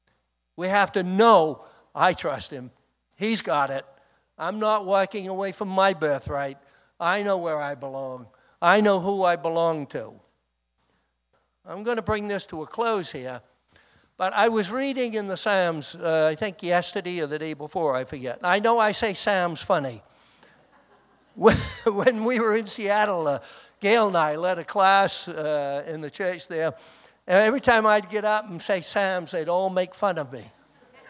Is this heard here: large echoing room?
yes